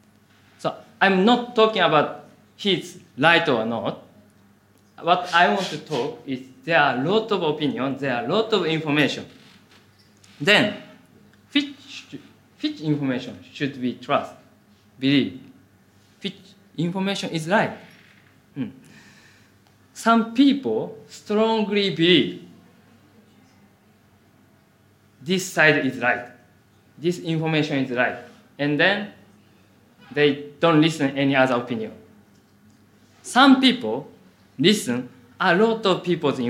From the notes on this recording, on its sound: Audio from a sermon in Hatch End